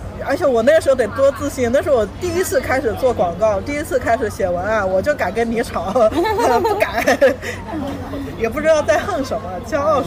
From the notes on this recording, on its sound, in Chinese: 室外录音，尝试降噪后声音古怪，保留了咖啡店杂音。